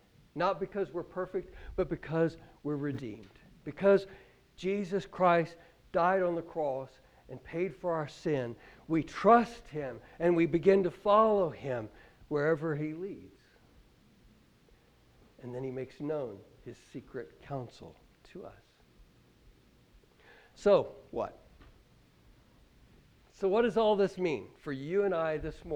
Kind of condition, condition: setting, large echoing room